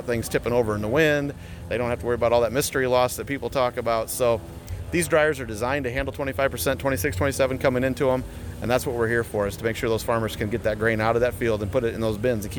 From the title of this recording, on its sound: Conversations from Farm Progress Show 2022